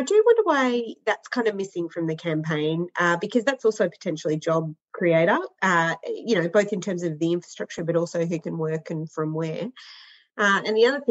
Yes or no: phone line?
no